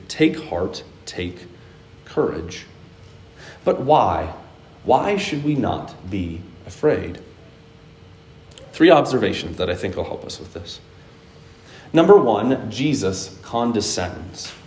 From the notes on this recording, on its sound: Today's word of encouragement comes from a sermon I preached on 6/20/21 at Hope Evangelical Free Church.